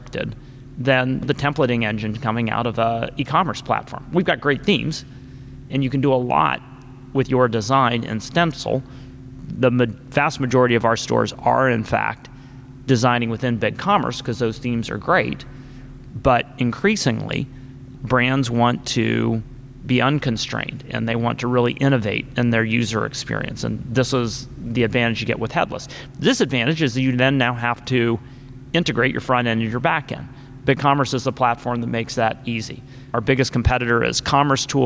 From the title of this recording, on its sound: Live from ShopTalk